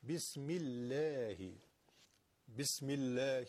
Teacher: وقتی که قبلش کسره بیاد لام ترقیق و نازک میشه